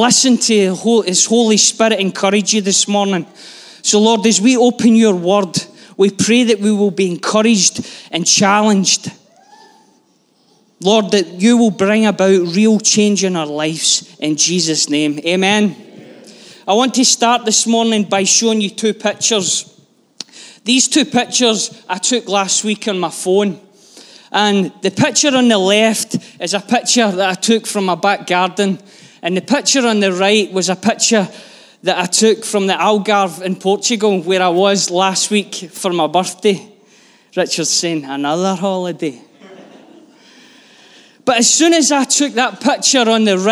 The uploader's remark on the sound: Live from our Sunday gathering on 05/02/23